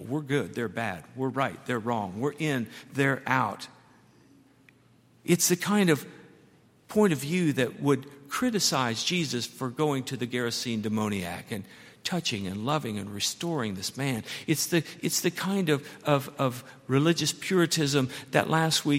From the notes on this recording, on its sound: at Highland Baptist Church